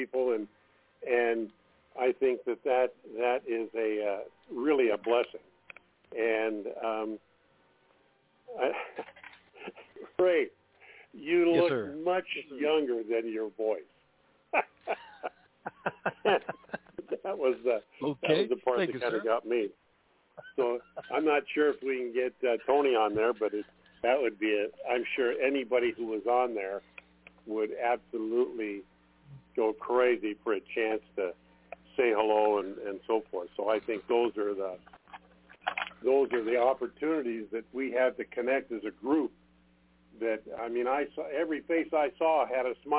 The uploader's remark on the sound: TNTSuperfantastic Conference Call